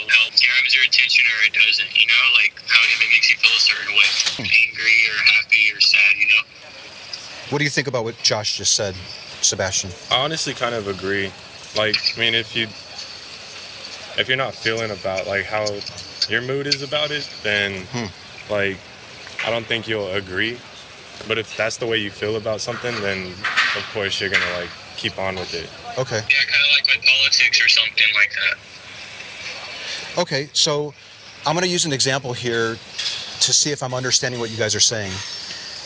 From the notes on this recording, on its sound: Location: San Antonio, Texas. Recorded w/Go-Pro.